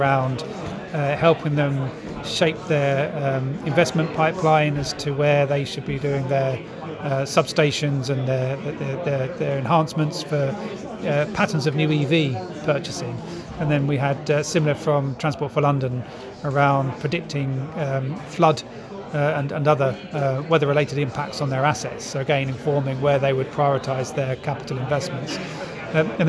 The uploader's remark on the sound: On location at the Projects Data Hackathon in October 2021. He records his impression of the two-day live event.